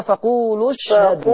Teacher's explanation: لما يجي الواو دي ورا منها الحرف الساكن اللي هو الشين لأن همزة الوصل دي بتسقط في الكلام فلما يجي الواو ورا منها الشين الساكنة بتسقط الواو هي كمان